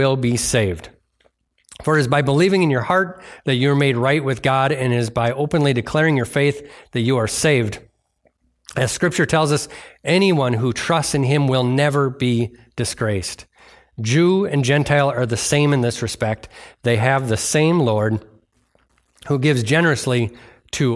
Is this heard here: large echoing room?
yes